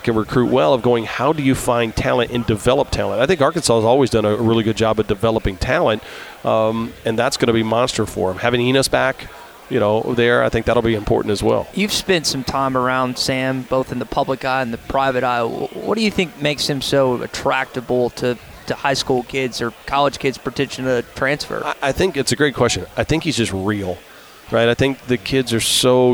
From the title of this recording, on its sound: LIVE from Radio Row